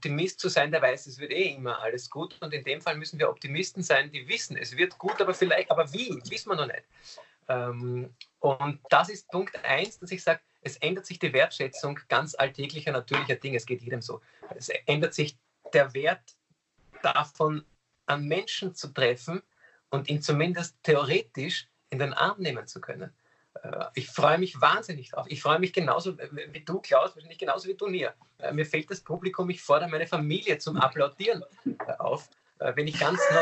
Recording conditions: video call